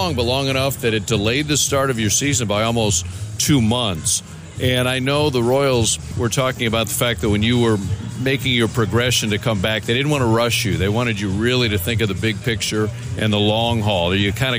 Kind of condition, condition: setting, busy venue